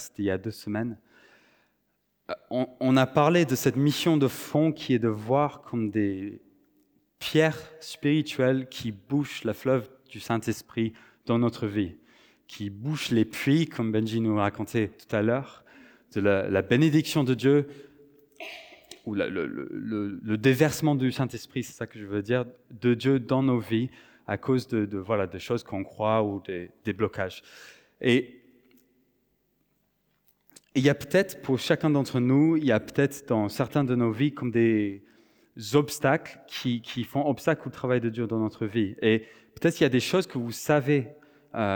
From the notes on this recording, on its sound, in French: Enregistré à l'église CVV, le 24/09/2023